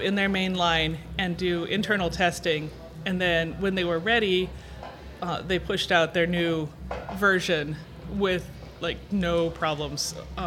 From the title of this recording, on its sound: Live From Agile Midwest - Technically Speaking Podcast